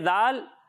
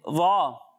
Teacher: ذال کو ہم باریک پڑھتے ہیں اور وا کو پور یعنی موٹا پڑھتے ہیں